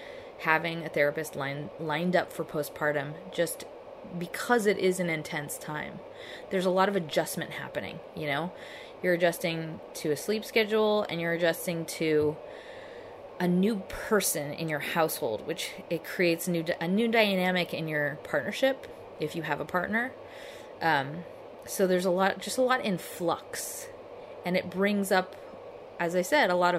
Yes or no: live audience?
no